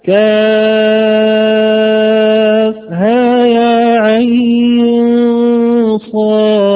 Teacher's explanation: ولي عند القصر إذا قصرت المنفصل أن تمد العين حركتين فقط، وسمي هذا المد مد مخفف لخفة النطق به نظرا إلى خلوه من التشديد، وحركتان من طريق الطيبة.